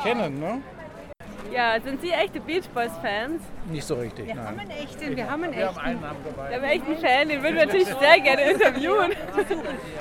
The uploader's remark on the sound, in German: Festivalatmosphäre garantiert